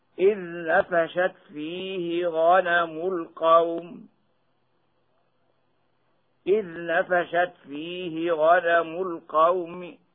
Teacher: عند الوقف بالروم يكون الروم بدون مد في عارض اللين